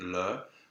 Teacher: the first word, le, with a schwa, which is the inner shape of open e with the lip shape of open O